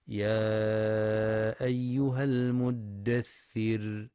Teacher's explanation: ينتبه القارئ للمد المنفصل في يا أيها، حيث يمد 4 أو 5 حركات في رواية حفص من طريق الشاطبية، وينتبه القارئ لترقيق الراء وقفا في كلمة المدثر.